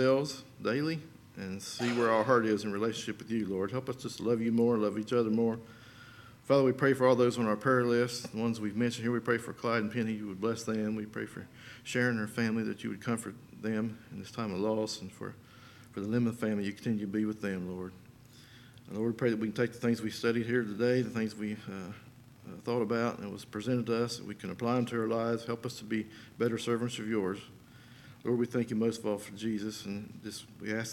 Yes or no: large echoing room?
yes